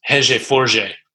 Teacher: a Brazilian accent, because they pronounce R's as H's. Just, yeah, disappears.